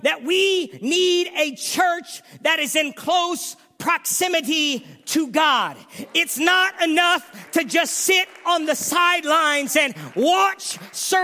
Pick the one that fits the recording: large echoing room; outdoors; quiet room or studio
large echoing room